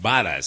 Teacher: since B's and V's sound exactly the same in Spanish